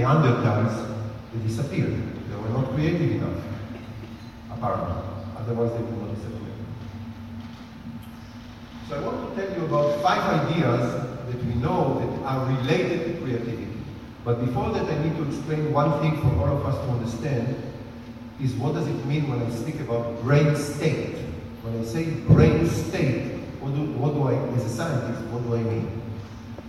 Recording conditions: live audience